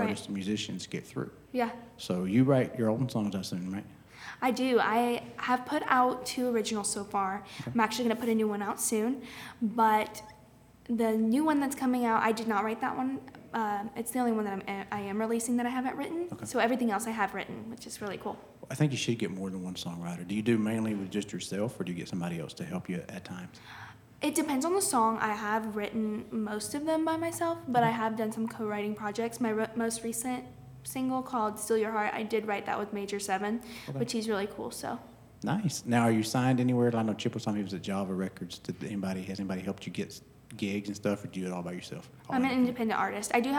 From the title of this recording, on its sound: live from the Oakhouse in Canton Ga